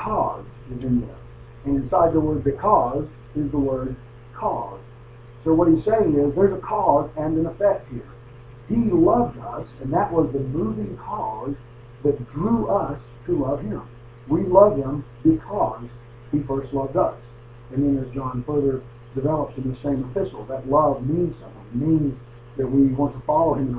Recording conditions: poor sound quality